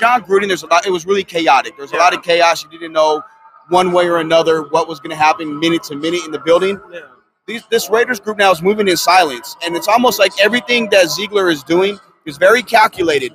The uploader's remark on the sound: LIVE in Las Vegas from Circa Sports